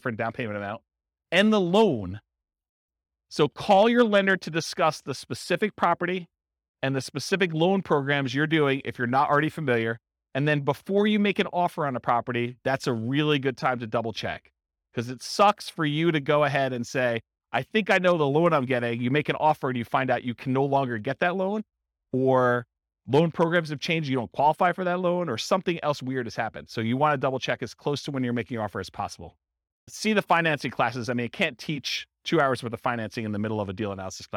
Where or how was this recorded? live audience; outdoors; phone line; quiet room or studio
live audience